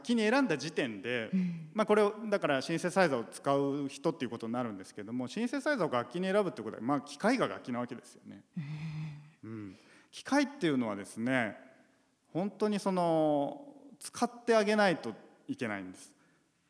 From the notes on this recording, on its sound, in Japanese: 8月8日に行われた、公開録音の模様をお届けします。